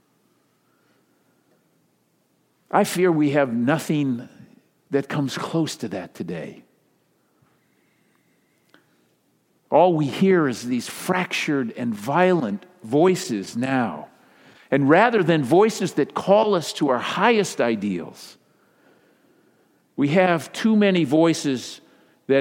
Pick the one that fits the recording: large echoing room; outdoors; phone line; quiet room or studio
large echoing room